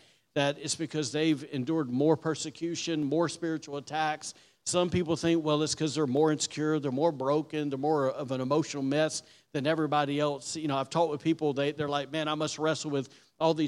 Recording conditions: large echoing room